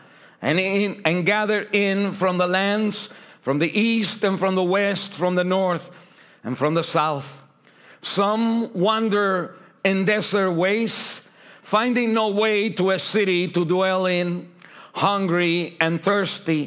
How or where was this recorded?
large echoing room